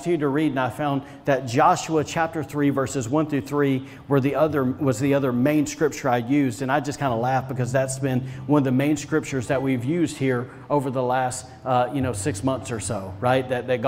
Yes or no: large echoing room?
yes